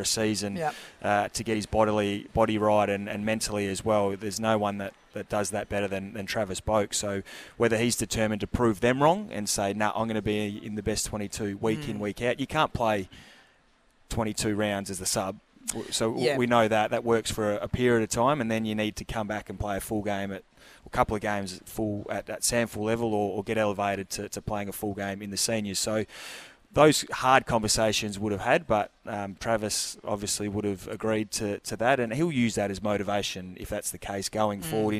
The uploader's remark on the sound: on location at Harbourtown this morning, doing an OB for Solitaire Automotive